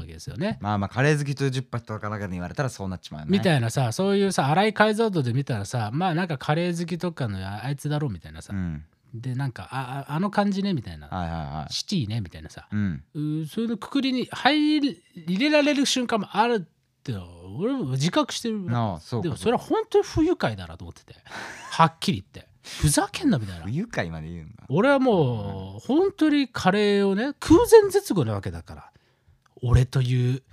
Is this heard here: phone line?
no